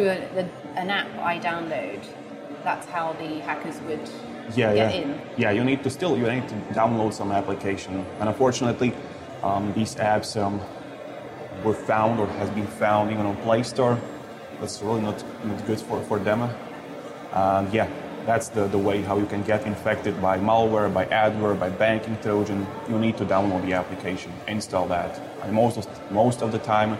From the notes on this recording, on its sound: TEISS caught up with them at Mobile World Congress last month in Barcelona.